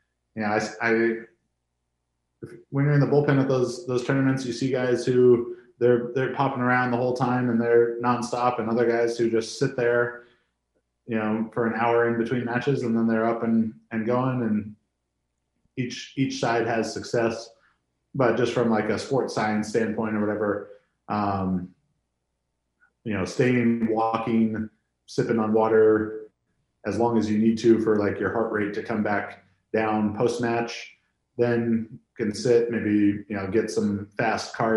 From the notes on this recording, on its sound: Even over a zoom call, the atmosphere was infectious.